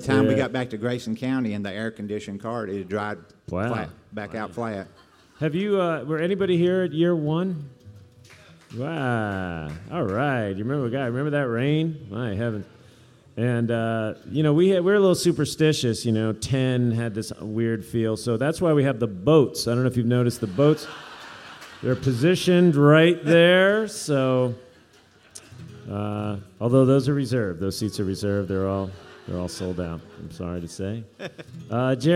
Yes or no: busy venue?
yes